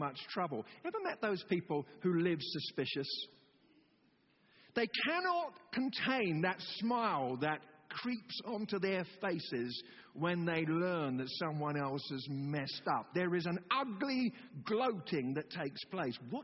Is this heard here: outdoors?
no